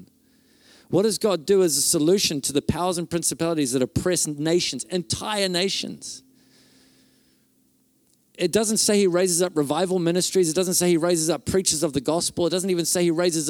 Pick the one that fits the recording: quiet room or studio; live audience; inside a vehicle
live audience